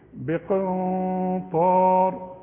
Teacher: بقي بقن، القاف مكسورة، الغنة تبع الحرف اللي بعدها، الغنة هنا بعدها حرف تخين الطاء، واللي يجاور السعيد يسعد، فانا هغن الغنة دي مفخمة